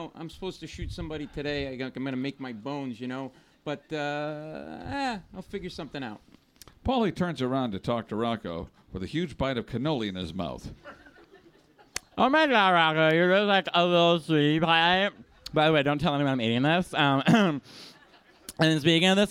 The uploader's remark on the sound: This is the full live recording of "The Year of the Godfather - Episode 2". Taped in front of a live audience at the Village Underground in the West Village.